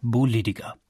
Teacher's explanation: Die Sprachwissenschaftler nennen das binnendeutsche Konsonantenschwächung. Denn in Franken klingt nicht nur das P wie B, auch T und K werden zu D und G weich geschmolzen.